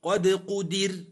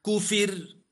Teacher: الراء سكنت لأجل الوقف وقبلها كسر ترقق